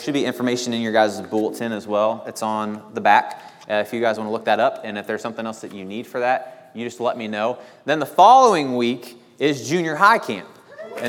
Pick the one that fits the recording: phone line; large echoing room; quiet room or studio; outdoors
large echoing room